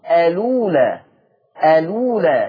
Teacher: بس في رواية ورش، ورش هيعمل نقل، الأولى الأولى، يعمل نقل، شارك الهمزة، الضمة اتحطت على اللام فتبقى الأولى